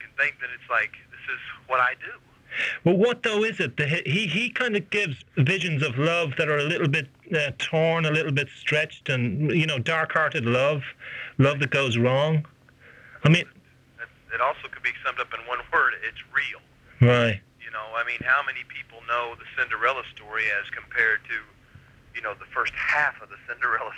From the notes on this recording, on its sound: This is a phone interview we did for The Irish Times.